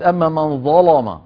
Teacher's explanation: ففخمت اللام لأنها لام مفتوحة وقبلها ظاء مفتوحة